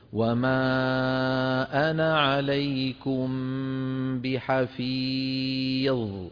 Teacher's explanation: أما إذا وصلنا تسقط الألف. وما أنا عليكم بحفيظ.